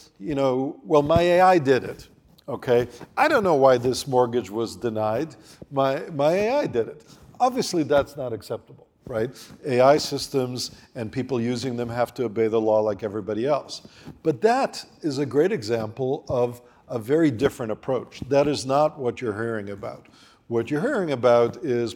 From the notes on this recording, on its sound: Who spoke at the Crosscut Ideas Festival in May 2023.